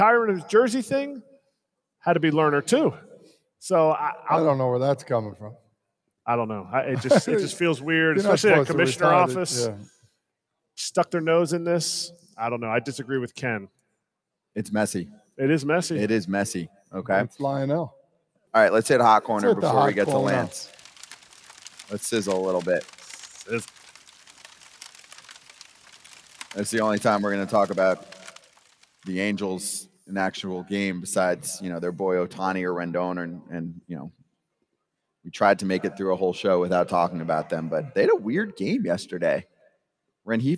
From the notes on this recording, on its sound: Today's show was LIVE at Borgata in Atlantic City